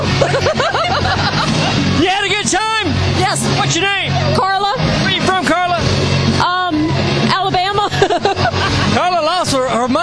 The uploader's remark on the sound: Nashville, TN – Wildhorse Saloon. Podcast recorded from the Wildhorse Saloon in Nashville, TN.